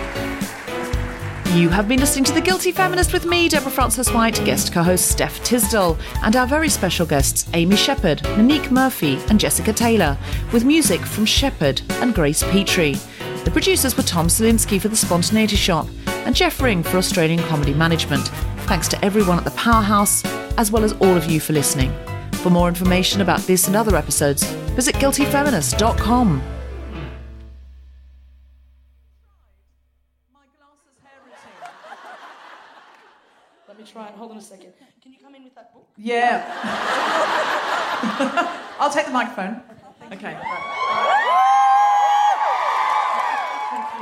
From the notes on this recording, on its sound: Recorded 8 February 2020 at the Powerhouse Theatre in Brisbane.